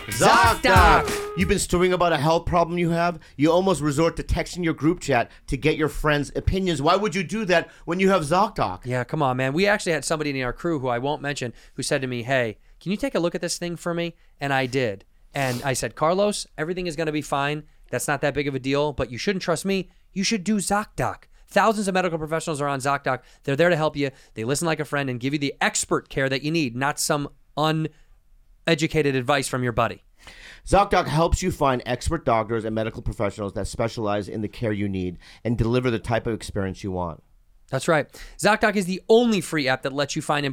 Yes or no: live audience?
no